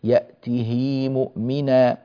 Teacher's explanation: لاحظوا على اللوحة قرأ قالون قوله تعالى في سورة طه في الآية 75 ومن يأته مؤمنا بوجهين، الأول كسر الهاء فيه من غير صلة كالمواضع السابقة أرجه ويتقه وغيرها، والوجه الثاني صلة الهاء بياء لفظية ومقدارها حركتان